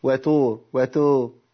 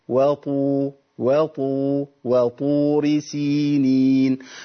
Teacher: كله بيرقق الواو فيرقق معها إيه الطاء · Shown in: first take